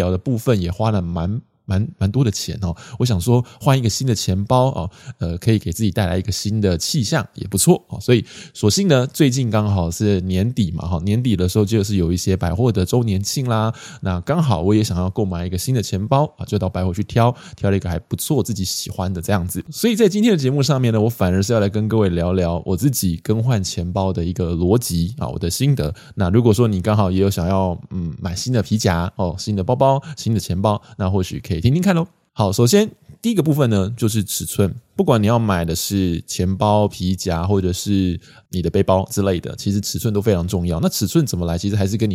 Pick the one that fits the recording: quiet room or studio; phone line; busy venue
quiet room or studio